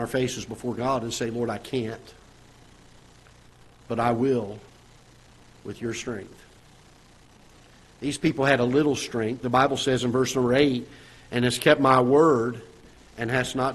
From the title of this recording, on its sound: Ketha Heights Baptist Church ~ Live Broadcast